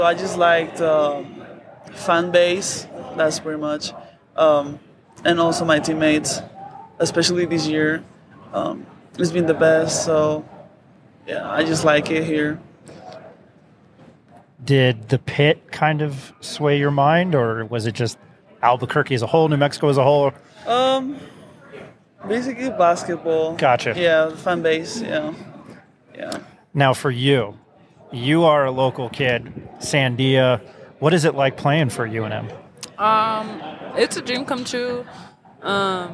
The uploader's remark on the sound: at Mountain West Conference women's basketball media days